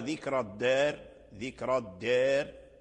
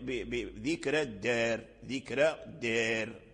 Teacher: أي في القول المختار أن الراء مرققة في ذكر الدار · Shown in: second take · Term: ترقيق الراء